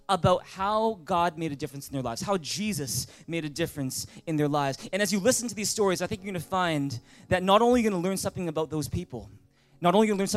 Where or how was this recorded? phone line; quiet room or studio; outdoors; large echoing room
large echoing room